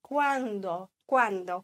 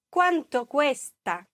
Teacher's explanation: Da ist das D sehr weich. · Shown in: first take